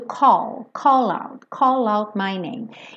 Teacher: Esse call, ele tem esse A, mas ele não é call. Call é quase um O com acento agudo.